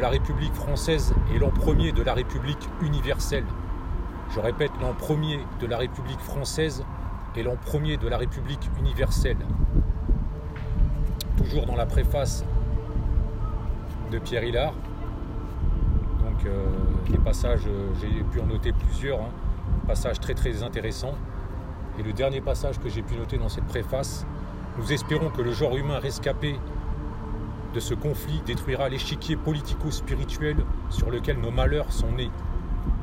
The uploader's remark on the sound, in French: Podcast enregistré en extérieur.